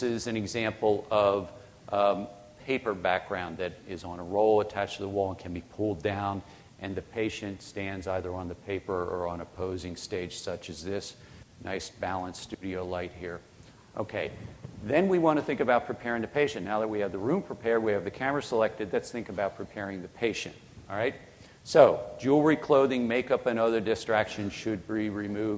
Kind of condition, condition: setting, large echoing room